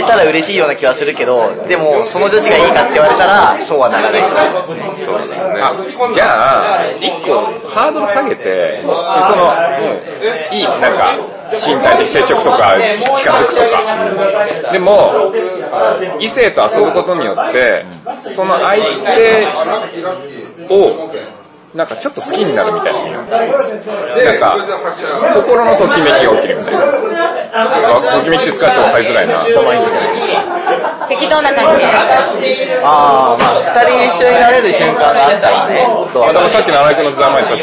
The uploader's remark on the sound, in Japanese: 雑音多めなので要注意でございます